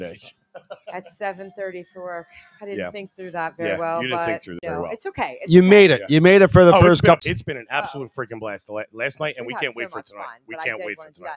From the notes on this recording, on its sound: The USDPnation is LIVE from the XClub in Canada.